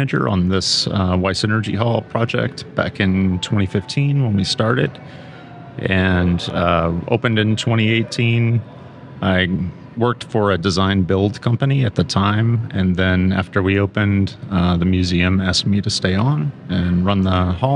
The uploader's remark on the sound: at the Wiess Energy Hall located at the Houston Museum of Natural Science